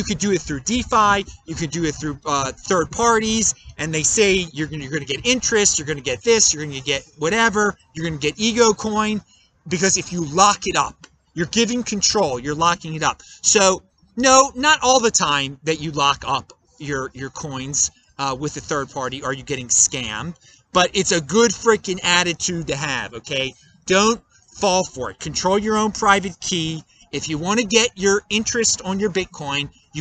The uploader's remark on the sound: I am outside on election day! Recorded in Salt Lake City, UT!